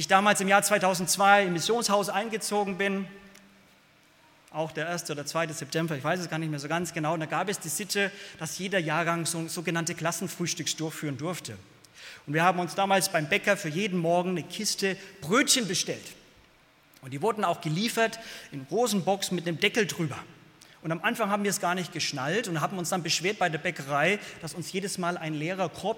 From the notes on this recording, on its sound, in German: aus dem Gottesdienst der Liebenzeller Mission